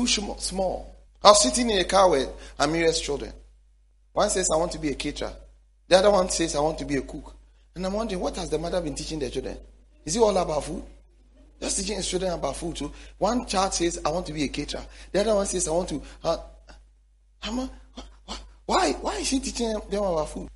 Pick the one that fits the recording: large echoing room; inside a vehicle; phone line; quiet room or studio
large echoing room